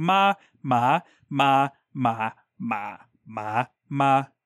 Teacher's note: there's a high flat, and then a high rising, and then a mid flat, and then a low falling, and then just a low, like grumble tone, and then a low rising, and then like a low flat tone. So it's like ma, ma, ma, ma, ma, ma.